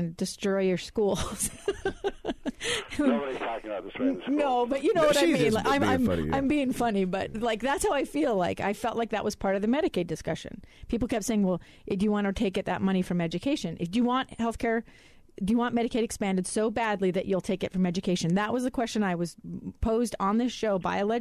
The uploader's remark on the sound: joining us on the phone